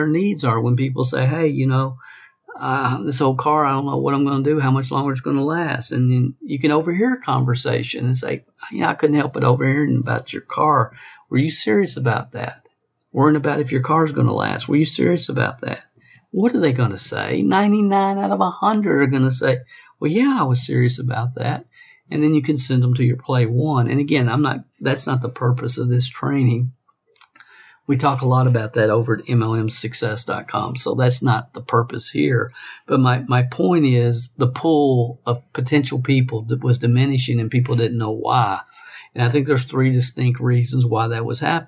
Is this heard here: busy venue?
no